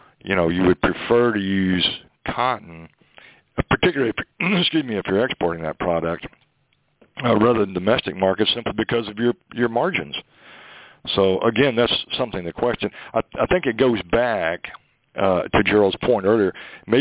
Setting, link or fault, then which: link, phone line